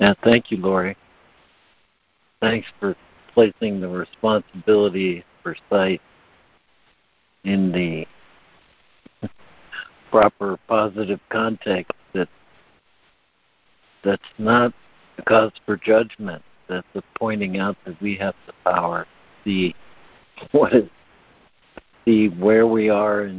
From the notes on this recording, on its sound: ACIM Daily Conference Call.